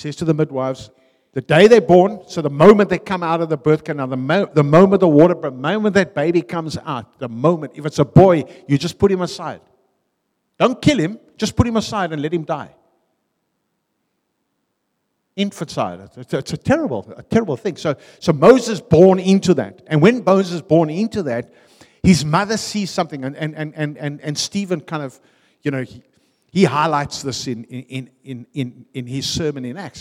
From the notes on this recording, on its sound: Venue : a|City Church , Harfield , Cape Town